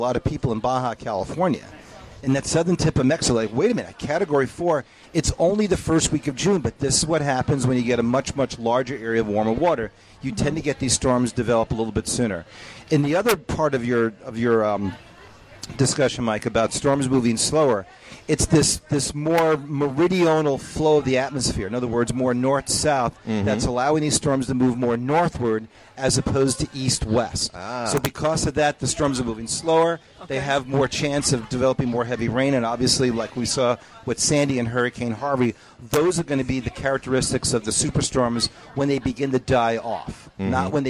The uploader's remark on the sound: live from the Custer Fair in Evanston, Illinois